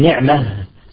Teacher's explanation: طيب نحن أغلب القبائل يعني يقفون بالهاء، فنقول نعمة أغلب العرب إذا جاء التاء مربوطة يقفون بالهاء